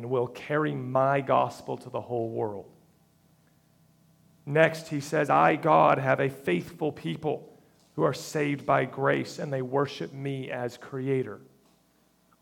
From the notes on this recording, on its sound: recorded October 1, 2022, at the Ringgold Seventh-day Adventist Church